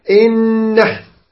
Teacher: ان نحن نون وجب بعد نون ادغم واصبح حرفا